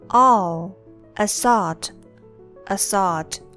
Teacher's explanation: The two A's in assault pronounced differently. The first one pronounced as the schwa sound uh, and the AU pronounced as all